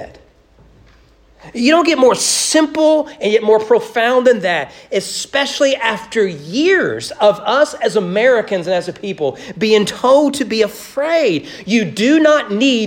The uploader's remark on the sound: Sermon preached on Easter morning, April 17, 2022, during morning worship at East Frankfort Baptist Church